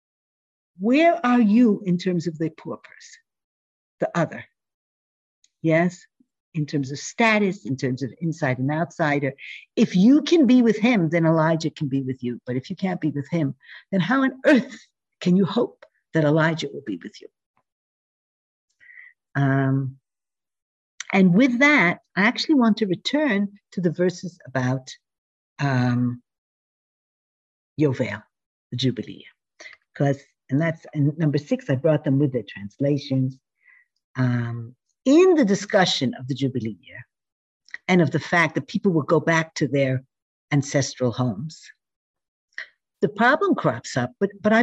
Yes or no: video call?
yes